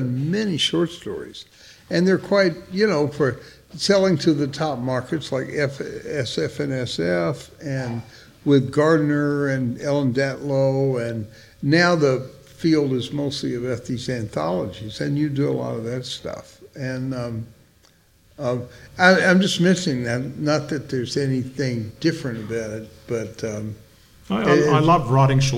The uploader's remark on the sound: Recorded Wednesday, October 2nd at the American Bookbinders Museum in San Francisco